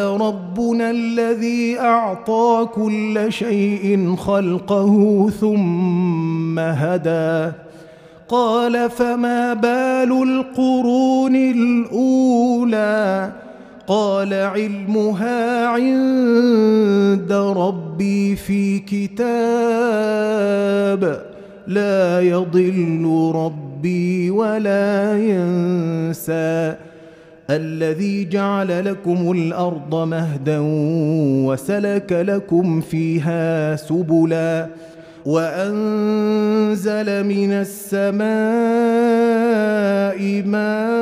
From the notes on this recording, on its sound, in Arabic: مسجل من صلاة التراويح بمسجد السلام بحي مشرفة بجدة.